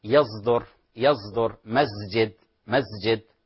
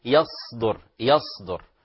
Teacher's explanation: الحل هو تحقيق مخرج الصاد، تحقيق مخرج الصاد وكذلك حرف الصاد من مخرجه الأساس، فيقول يصدر يصدر، فنتجنب تحويل الصاد إلى زاي · Shown in: second take